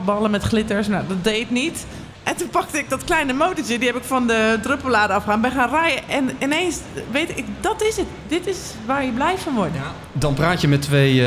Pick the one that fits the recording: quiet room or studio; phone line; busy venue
busy venue